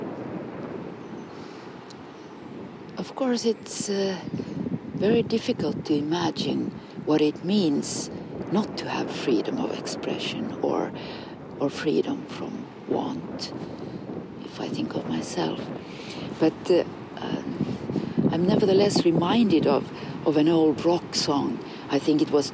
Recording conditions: outdoors